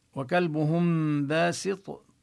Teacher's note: هنا الميم حكمها الإخفاء، جاء بعدها حرف الباء. وكلبهم باسط، ولا نبقي فرجة بين الشفتين، وكما بينا ننتقل من مخرج الهاء المضمومة وكلبهم، وننتبه لضم الهاء، لا نلفظ الضم ناقصا، وكلبهم وليس وكلبهم.